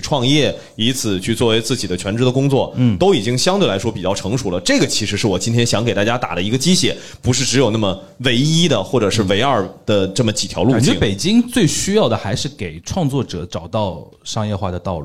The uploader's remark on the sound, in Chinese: 本期节目录制于2023年2月25日CPA中文播客奖线下活动·北京站